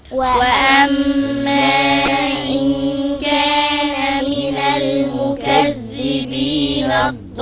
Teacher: لازم كلمي مثقل. يمد ست حركات · Term: مد لازم كلمي مثقل